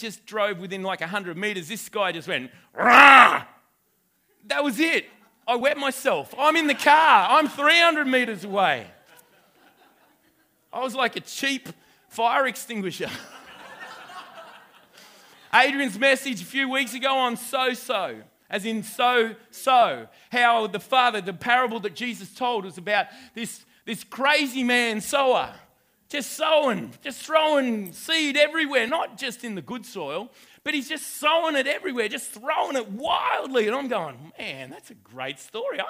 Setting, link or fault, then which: setting, live audience